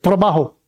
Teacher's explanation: If it's a single R in the middle, like in the word for work is trabajo. You got one little flip. Trabajo. One time.